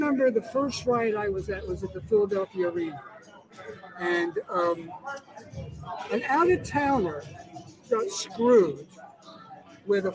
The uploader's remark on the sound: LIVE FROM ATLANTIC CITY BOXING HALL OF FAME